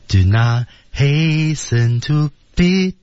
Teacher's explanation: Do not t 失去爆破，失去爆破，注意，do not t 没有这个音，hasten 中的 t 也是不发音的